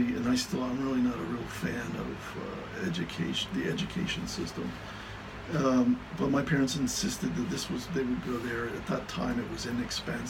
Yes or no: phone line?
no